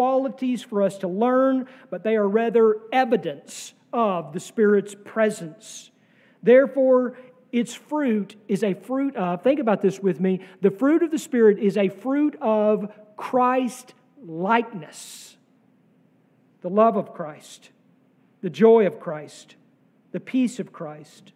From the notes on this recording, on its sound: sermon from our Pentecost Sunday worship service on May 28, 2023.